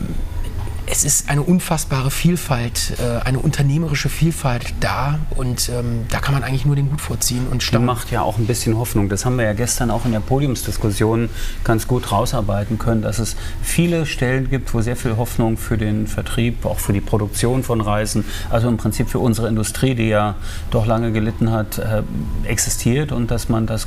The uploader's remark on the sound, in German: "talks ´n voices" - von den Counterdays live Mallorca 2021. Die Live Counter Days auf Mallorca 2021. Oktober fand eines der ersten großen touristischen Live-Events statt.